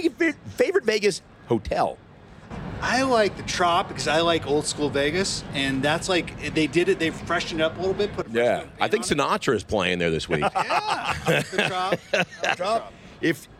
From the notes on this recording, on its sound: LIVE FROM CES IN LAS VEGAS. The buzz on the floor at CES.